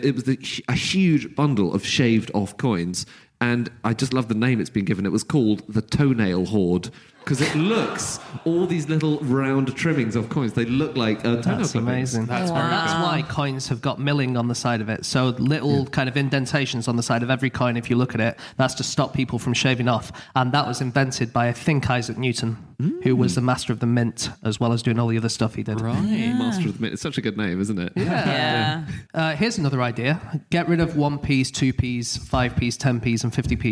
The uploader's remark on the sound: Live from Glasgow